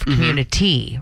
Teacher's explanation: a lot of people will say it with a D sound instead of that T sound that it should have